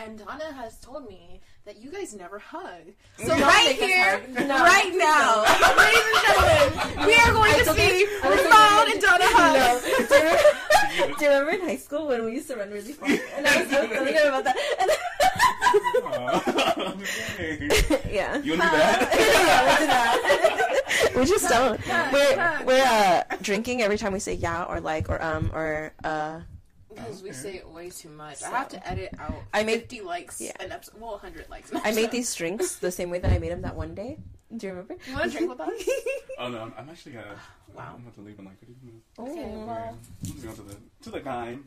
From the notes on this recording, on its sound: We apologize about the weird sound in advance. Stop fidgeting with her mic.